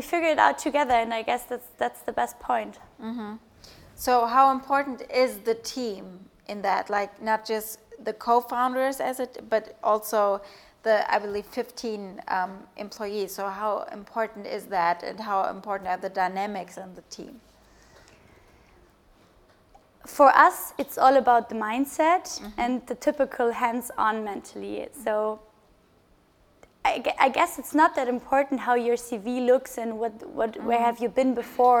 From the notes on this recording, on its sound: Together with “HubSpot for Startups” and Forbes, Listen&Grow hosted a live podcast festival in Berlin.